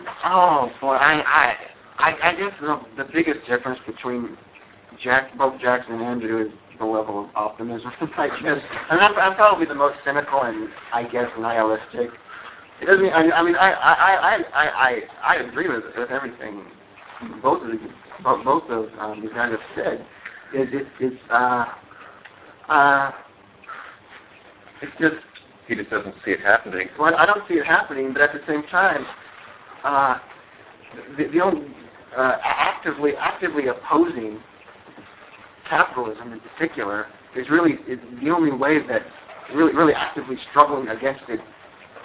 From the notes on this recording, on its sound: Extremely bad audio quality.